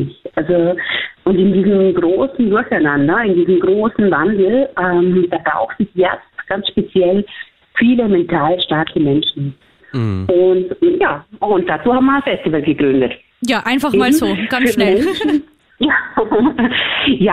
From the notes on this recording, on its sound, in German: Am Telefon: Psychotherapeutin in Ausbildung unter Supervision